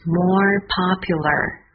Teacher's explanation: 这两个词放在一起是 morepopular，注意都有卷舌音